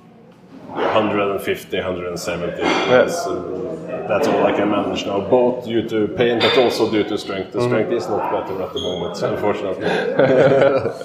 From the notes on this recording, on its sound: At this year's bench Europeans in Luxembourg